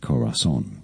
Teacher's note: In English, the pronunciation Corazon. You have to stress on that last syllable.